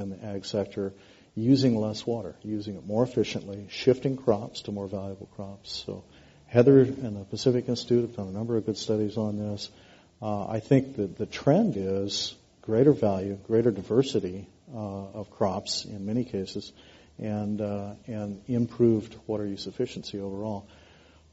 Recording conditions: live audience